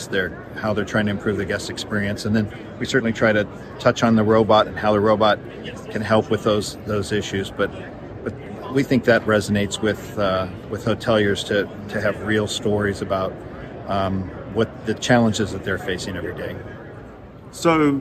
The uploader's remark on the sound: In this special On The Road episode while at HITEC 2023 (June 26-29, 2023, Toronto). In this special On The Road episode while at HITEC 2023 (June 26-29, 2023, Toronto).